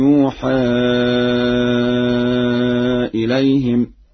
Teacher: قرأ ورش يوحى إليهم بياء مضمومة وفتح الحاء